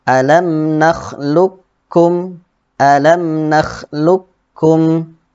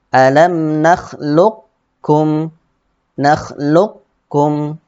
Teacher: Jadi sifat isti'la daripada huruf ataupun itbaq daripada huruf qafnya tetap terasa · Shown in: second take · Term: idgham naqis